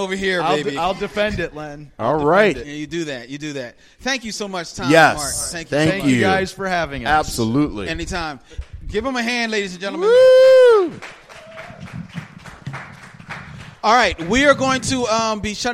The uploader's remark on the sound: The Men enjoy their first live event, a night of food, fun and film.